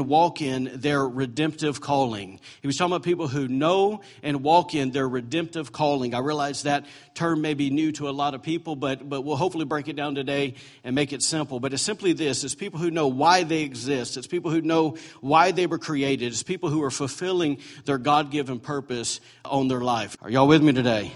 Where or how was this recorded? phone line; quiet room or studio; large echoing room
large echoing room